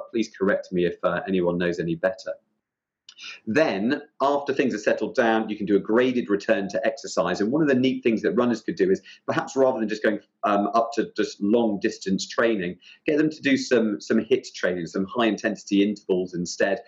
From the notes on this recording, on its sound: This podcast is based on a live Hot Topics webinar